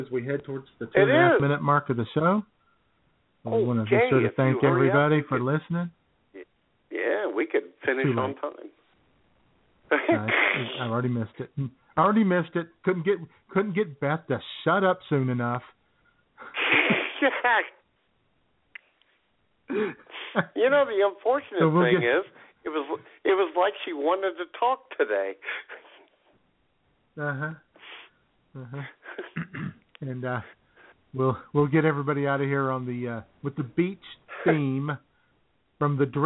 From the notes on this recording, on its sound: the phone lines will be open and buzzing as we take your calls